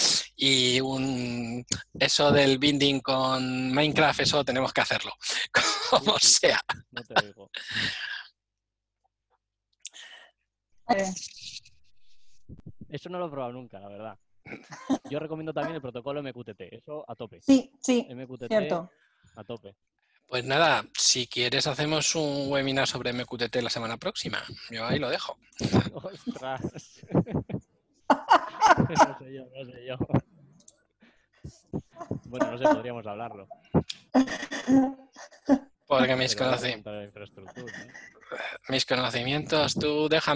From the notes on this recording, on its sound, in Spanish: Audio del Webinar que grabamos. Audio del Webinar que grabamos.